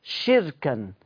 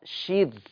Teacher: ورش كسر الشين وسكن الراء